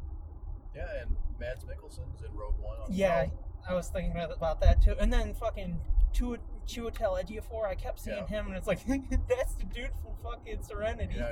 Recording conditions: poor sound quality